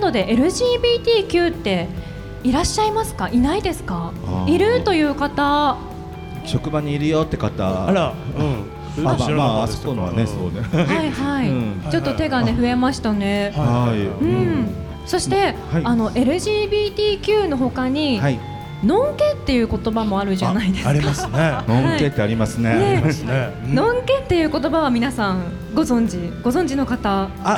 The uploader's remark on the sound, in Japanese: 公開録音の様子。はままつレインボープライド。